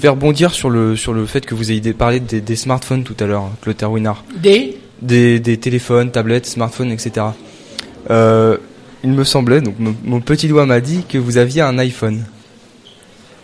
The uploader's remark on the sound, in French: Entretien réalisé en direct lundi 12 février 2018, lors de l'inauguration de la webradio Radio2B.